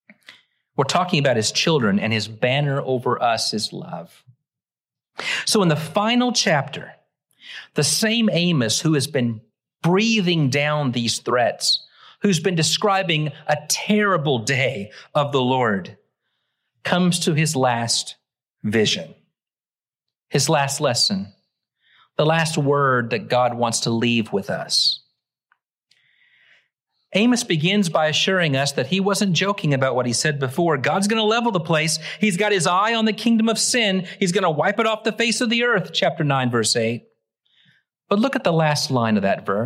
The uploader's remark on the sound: Originally preached at the West Side Church of Christ (Searcy, AR) on July 2, 2023.